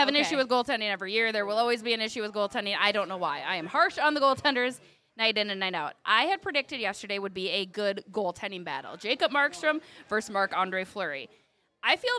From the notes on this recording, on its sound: LIVE from Racks in Burnsville! We are live from Racks Sports Bar & Grill.